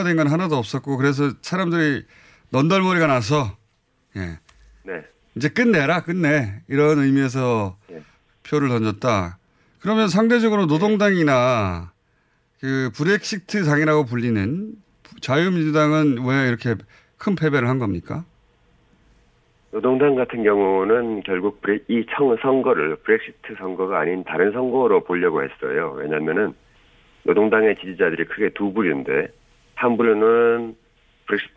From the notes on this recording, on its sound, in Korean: 전화연결